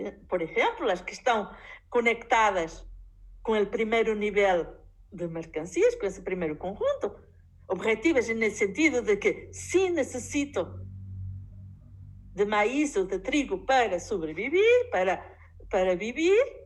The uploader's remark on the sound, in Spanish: Grabado directamente de la clase impartida a la Secc 15, segundo semestre.FDyCS/UMSNH.